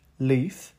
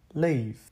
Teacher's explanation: один и тот же звук и в первом слове leaf, то есть лепесток, звучит чуть-чуть покороче, чем во втором слове leave, покинуть.